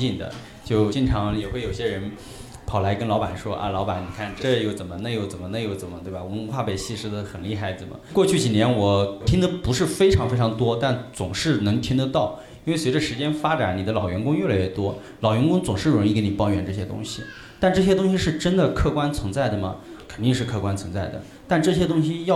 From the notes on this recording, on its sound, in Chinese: 在上海钟书阁书店举行了一场线下活动。还有现场观众一同参与互动。